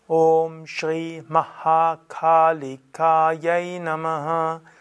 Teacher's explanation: Kalika, da ist das I zwischen den zwei langen As kurz